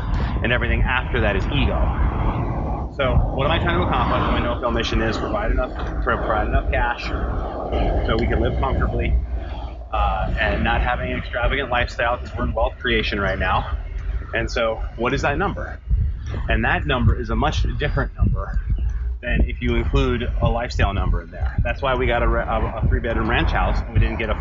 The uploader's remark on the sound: Bad sound.